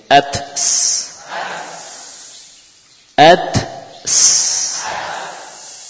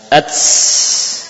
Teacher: jadi hamasnya tak beda dengan hamasnya sin · Shown in: first take · Term: hams